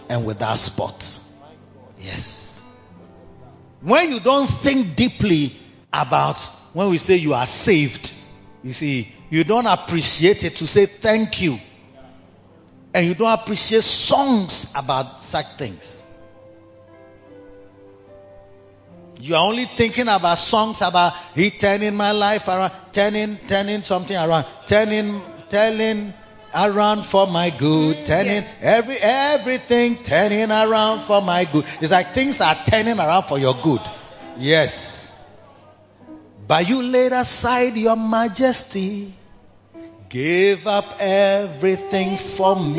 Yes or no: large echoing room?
yes